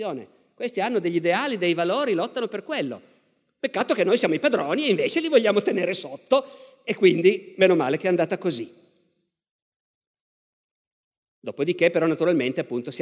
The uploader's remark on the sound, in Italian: Ecco la terza e ultima puntata dal Festival della Mente 2019.